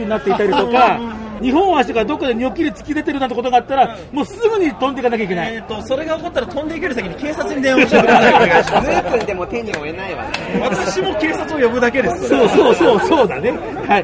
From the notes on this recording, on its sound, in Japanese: ブースに押しかけての収録